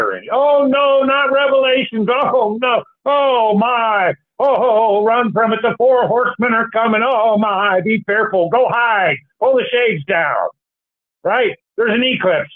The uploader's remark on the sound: Call In Bible Study